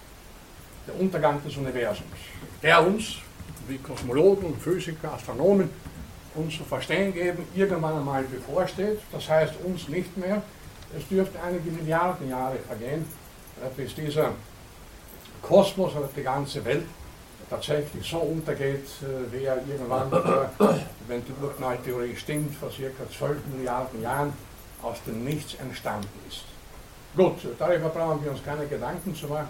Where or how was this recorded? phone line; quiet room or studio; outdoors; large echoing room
large echoing room